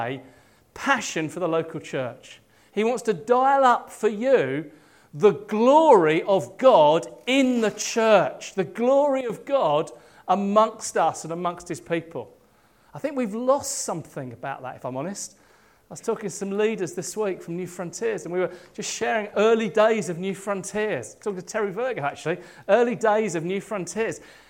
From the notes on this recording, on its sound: At King's Church, Cockermouth, as an audio file.